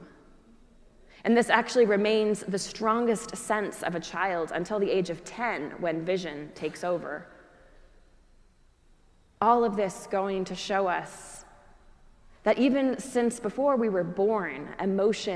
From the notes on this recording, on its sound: preached at our celebration of the Holy Eucharist on the Third Sunday after Easter